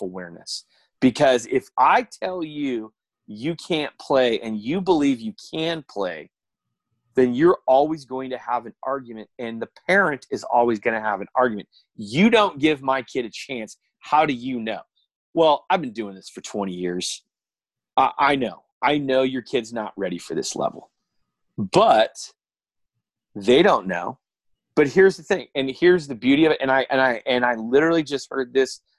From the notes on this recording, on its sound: In this episode I sit, via Zoom.